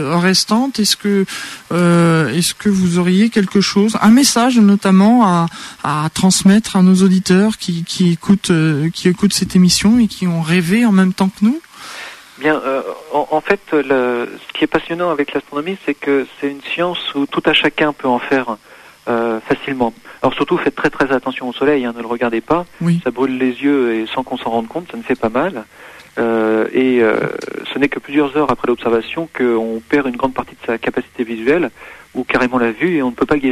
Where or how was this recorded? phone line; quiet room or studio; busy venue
phone line